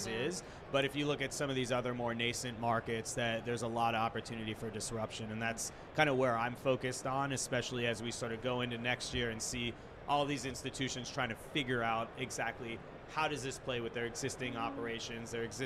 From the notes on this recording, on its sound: Recorded at Money20/20 USA in October of 2022.